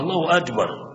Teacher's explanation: وأحيانا بينقل الكاف يحولها إلى الجيم الله أكبر، الله غير صحيح، غير صحيح. فالكاف تنطق كاف نفتتح